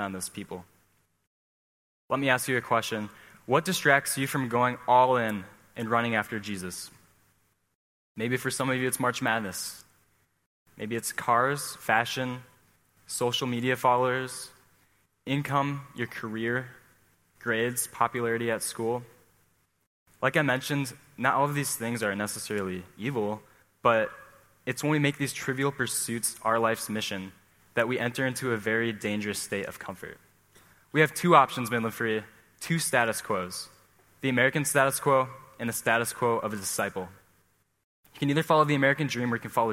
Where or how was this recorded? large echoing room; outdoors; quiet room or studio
large echoing room